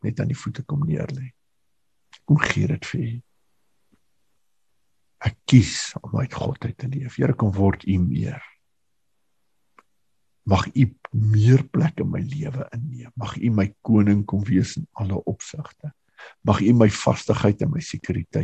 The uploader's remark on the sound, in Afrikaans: Manne van die Woord Zoom Byeenkoms 12 Mei 2022